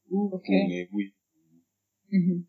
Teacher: you notice that it's actually high, low, up, down